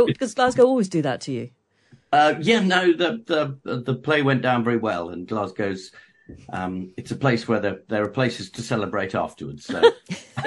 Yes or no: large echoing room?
no